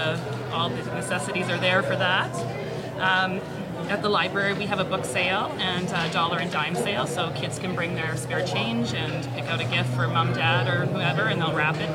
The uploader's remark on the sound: live from the Border City Farmers Christmas Market at the Servus Sports Centre